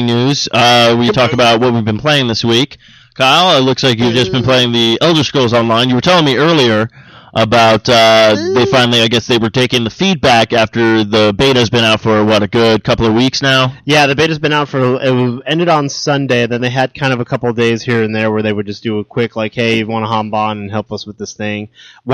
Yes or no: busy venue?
no